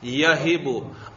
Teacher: اب یہیبو کے اندر ہا حرف حلقی ہے اور حرف حلقی کی ادائیگی ثقیل ہوتی ہے، حلق سے ادا ہوتا ہے